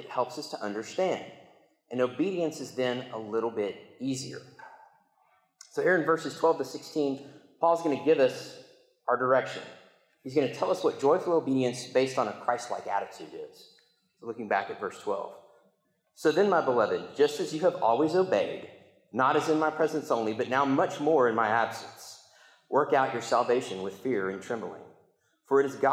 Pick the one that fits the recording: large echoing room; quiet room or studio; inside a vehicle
large echoing room